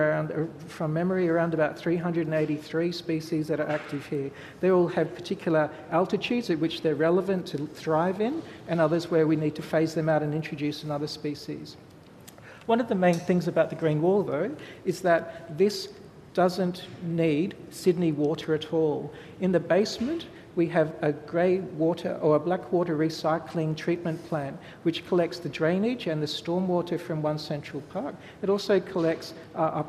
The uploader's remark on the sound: SAF2016 Central Park Chats. Recorded at the 2016 Sydney Architecture Festival at Central Park.